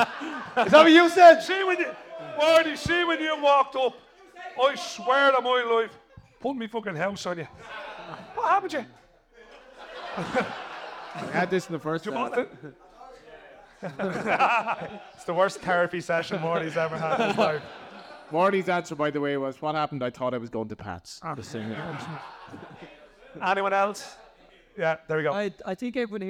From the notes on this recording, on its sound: Joined us on stage. LOI Central Live.